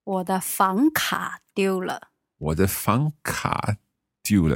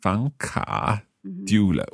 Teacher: Fang, second tone. Ka, third tone.